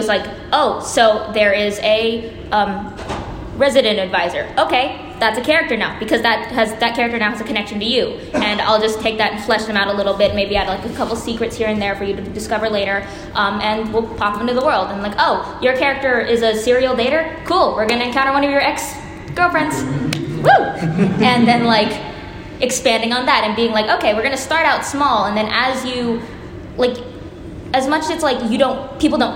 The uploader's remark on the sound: The lost recording of the Worldbuilding for the Lazy Dungeon Master panel at Pax Unplugged, December 2019.